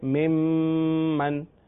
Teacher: میم ساکن کے بعد ایک اور میم آ جائے تو وہاں ادغام شفوی ہے، یعنی غنہ کریں گے. جیسے ممن، میم، یہ دیکھیں میم کے بعد، میم ساکن کے بعد ایک اور میم آ رہا ہے، وہ یوں کہ جو میم مشدد ہے اس کے اندر دو میم ہیں، ایک میم ساکن ہے اور ایک میم متحرک ہے.